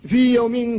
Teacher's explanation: وفي هذا المثال مثالان، فالمثال الأول ياء في مع ياء يوم، والمثال الآخر الواو والميم، فالواو ساكنة والميم حرف مجانس لها فقد تقارب مخرجاهما وكلتاهما شفوية، وسكنت الواو وتحرك ما بعدها وهو الميم ولم يقع الادغام لأن الواو هنا حرف لين، حرف لين فلا ادغام.